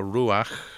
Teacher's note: The Hebrew word for ruach ends in that Hebrew letter het, which most English speaking people find it so hard to pronounce. Het is a kind of continuous, outgoing guttural breath.